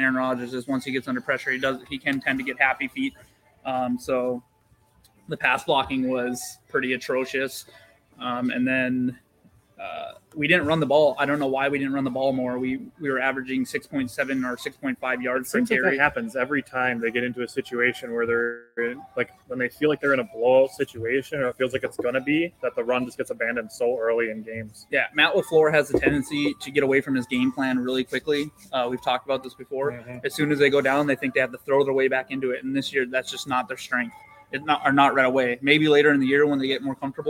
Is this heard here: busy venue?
yes